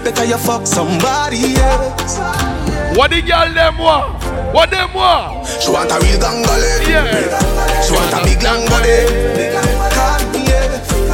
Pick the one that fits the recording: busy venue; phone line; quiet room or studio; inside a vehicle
busy venue